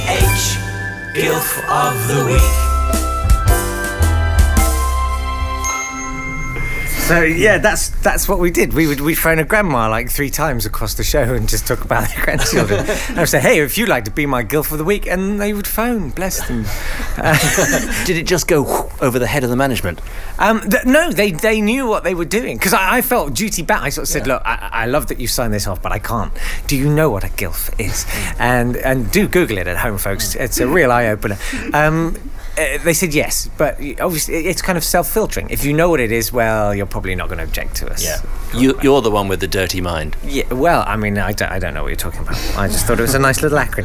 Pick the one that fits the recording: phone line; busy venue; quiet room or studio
busy venue